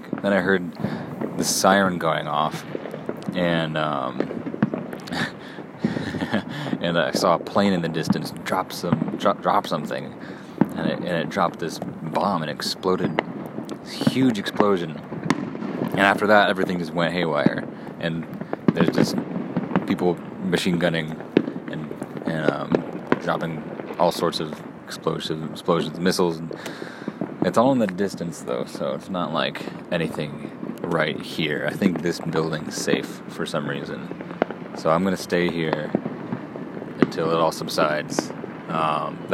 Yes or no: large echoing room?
no